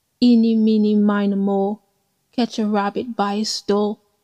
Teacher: flows to the rhythm of a stressed syllable followed by an unstressed syllable. Trochaic tetrameter can be described as an unnatural form of speech, but a natural form of rhythm for play.